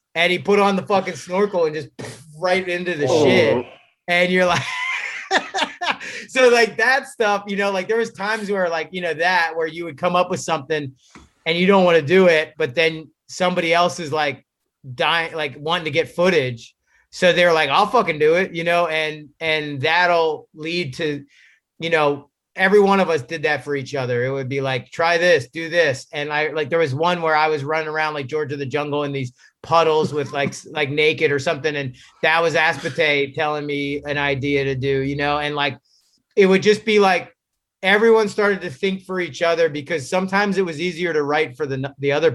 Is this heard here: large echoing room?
no